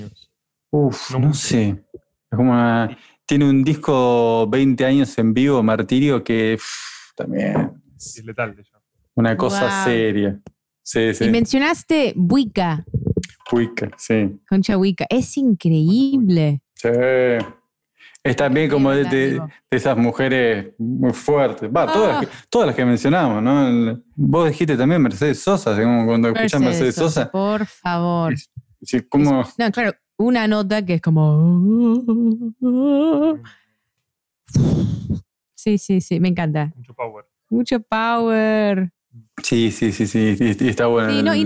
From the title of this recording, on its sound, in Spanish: Vía Zoom